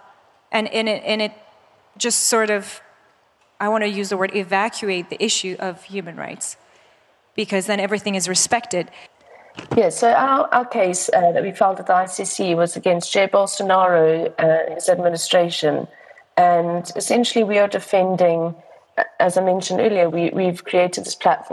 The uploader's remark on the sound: This audio file is an excerpt from ChangeNOW 2022, The World's largest event fot the planet, held May 19-21.